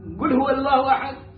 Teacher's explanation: لما يجي يقلب القاف الى كاف زي اليمني